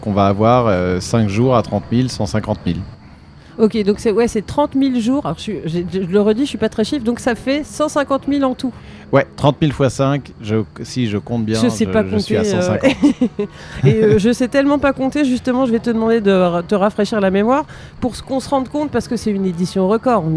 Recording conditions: busy venue